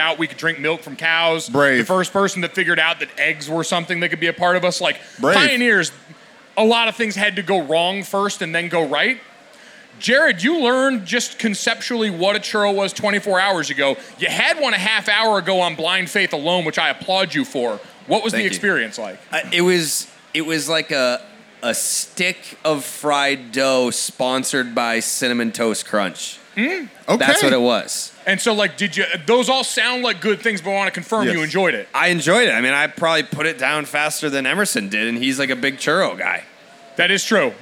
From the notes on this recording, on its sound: Podcasting on the road! Are in Los Angeles for a live show at MLB All-Star Weekend.